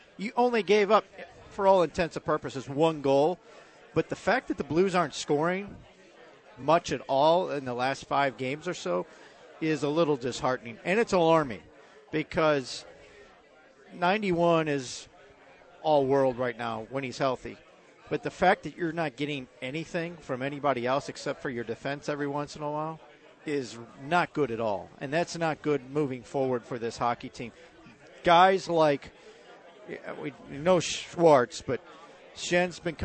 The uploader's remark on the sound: broadcasting live from Maggie O'Briens